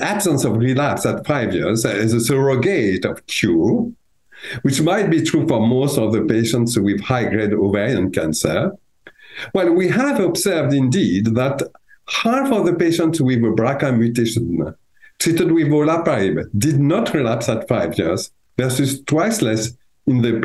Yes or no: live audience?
no